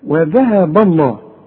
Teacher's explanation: الذاء دي ترقق وتطلع لسانك فيها